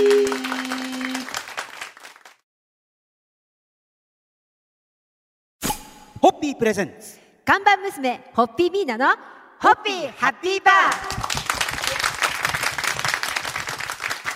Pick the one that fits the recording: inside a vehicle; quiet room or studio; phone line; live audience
live audience